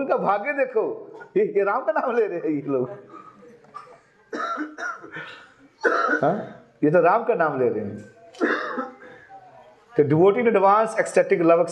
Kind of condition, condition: setting, live audience